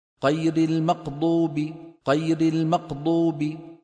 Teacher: خلط صوت الغين بالقاف